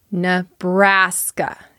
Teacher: That N-E at the beginning sounds like nuh, not ne. Nebraska. Stress on that second syllable.